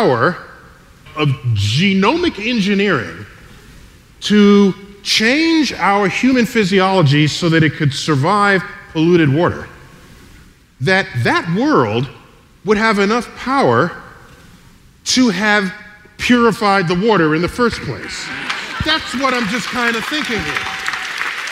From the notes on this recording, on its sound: StarTalk Live! Part 2 of our show from The Beacon Theater.